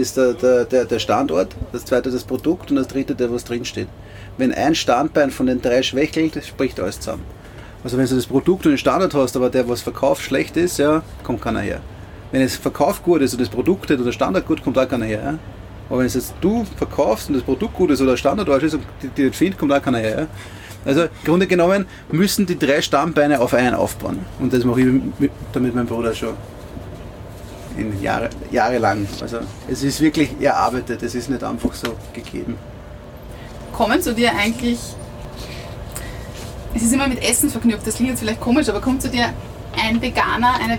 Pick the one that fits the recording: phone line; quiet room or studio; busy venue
busy venue